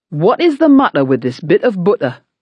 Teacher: This glottal stop is an integral part of the rhythm of a Geordie speech pattern.